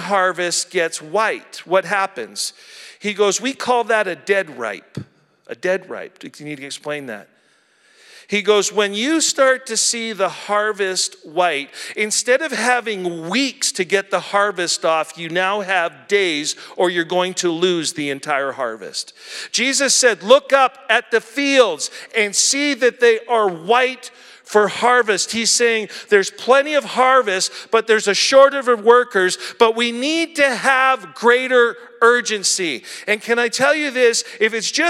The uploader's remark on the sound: at our April 2023 Edmonton Gathering at Ellerslie Road Baptist Church